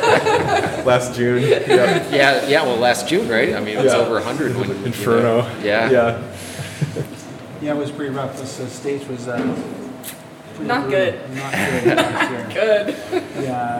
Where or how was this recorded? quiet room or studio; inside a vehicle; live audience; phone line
live audience